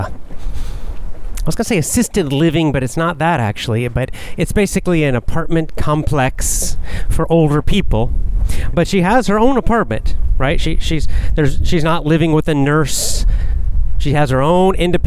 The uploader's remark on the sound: Casual chat while walking.